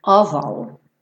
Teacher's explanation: OF, mas tem pronúncia de OV, sempre, toda vez, sem exceção